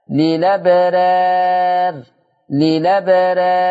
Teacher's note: نقل فتحة الهمزة أيضا إلى اللام